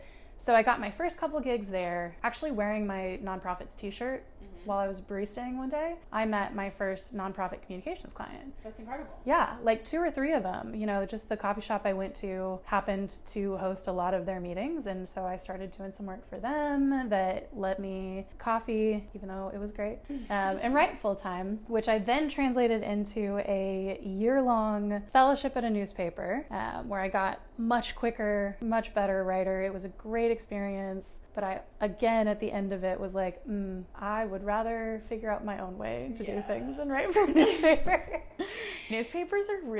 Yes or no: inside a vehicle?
no